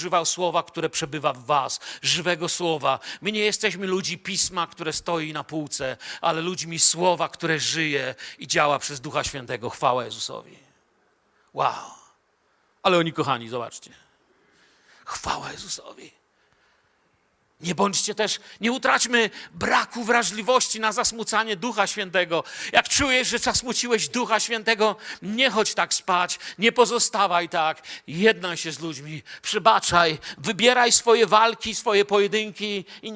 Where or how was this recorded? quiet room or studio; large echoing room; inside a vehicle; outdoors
large echoing room